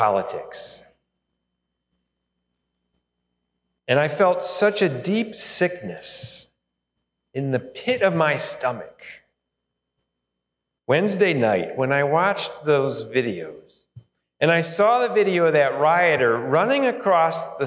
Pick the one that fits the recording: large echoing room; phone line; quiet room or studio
large echoing room